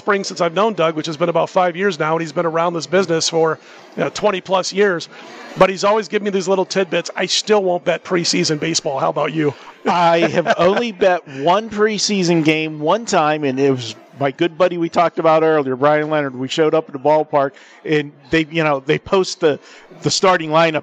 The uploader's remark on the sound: Live From Super Book at Westgate